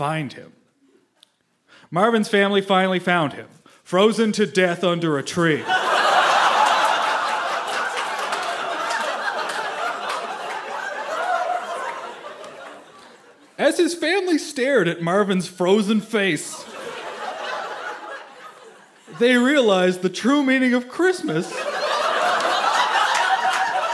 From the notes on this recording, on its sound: Recorded live at the Spice Factory in Hamilton, Ontario.